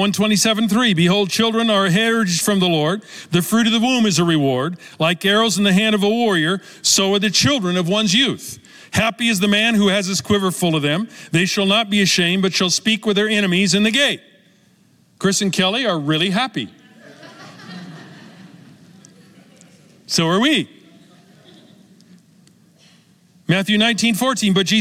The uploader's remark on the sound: Recorded live at Capital Church in Meridian, Idaho